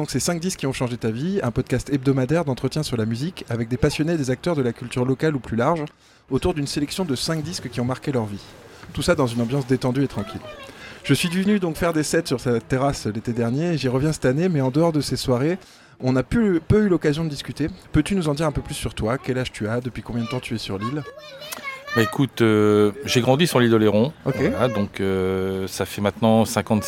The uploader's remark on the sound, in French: Enregistré cette fois sur la plage de la Boirie à St Denis d'Oléron. La Buvette de la Plage, une institution du nord de l'île.